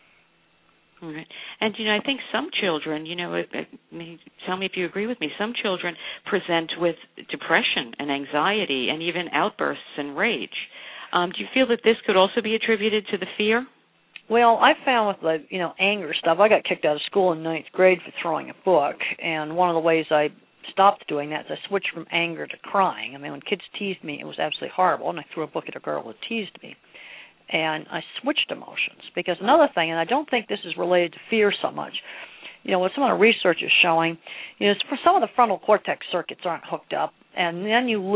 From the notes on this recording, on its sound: surprised me with a phone call and we took it to the airwaves